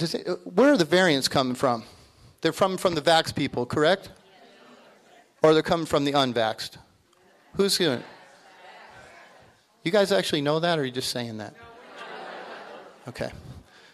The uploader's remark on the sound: Recorded live November 21, 2021 Texas Covid-19 Summit